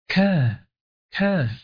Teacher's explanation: أنا أقول كا كا فيها همس، في صوت لكن ثالث.